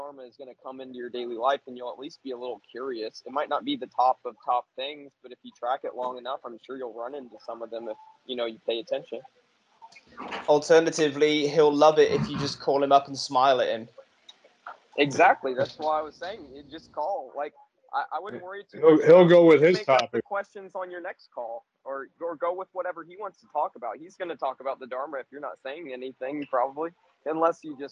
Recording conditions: video call